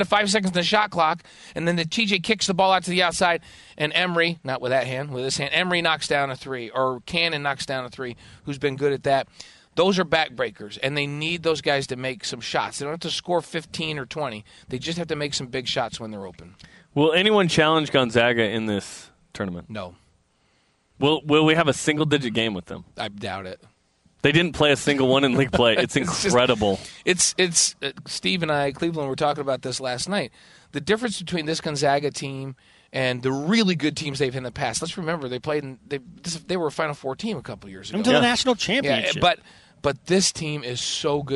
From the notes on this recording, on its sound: It's men's basketball game day in Las Vegas. Live from the Orleans Arena.